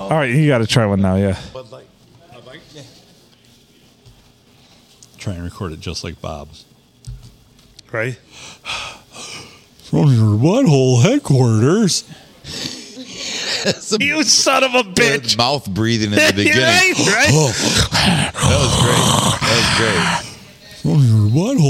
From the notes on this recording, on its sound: we record on a Monday night at the Blue in lovely Port Sanilac